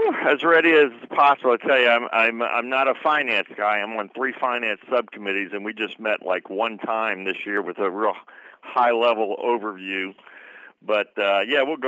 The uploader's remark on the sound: We start with headlines from around the state, then we'll have some discussion and phone calls as well about the state of the State.